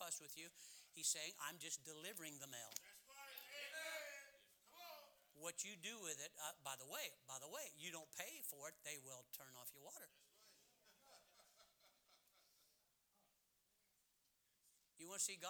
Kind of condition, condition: setting, large echoing room